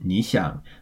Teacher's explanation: Which is a double third tone, once again pronounced as a second tone third tone because of the tone exception